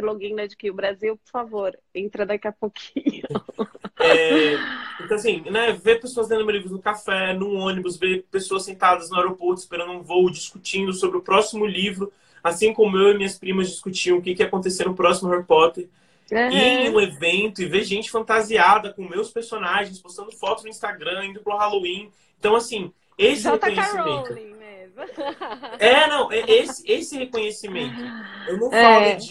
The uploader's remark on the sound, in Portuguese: Direto do isolamento, em sua casa em Brasília.